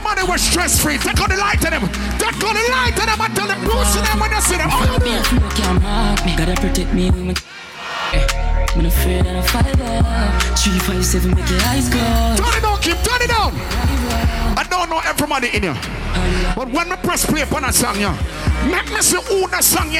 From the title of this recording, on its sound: Street Vybz - Cayman Islands 7/7/23 (LIVE AUDIO)